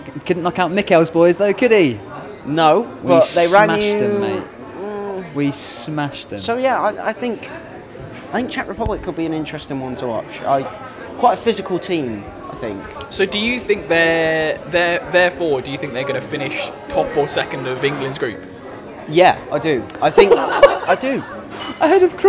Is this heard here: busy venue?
yes